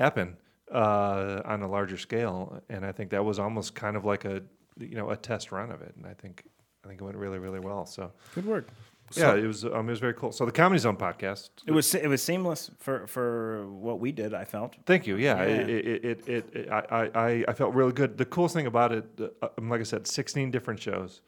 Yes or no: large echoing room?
no